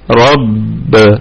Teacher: الراء مفخمة قولا واحدا، والباء قلقلة كبرى حال الوقف عليها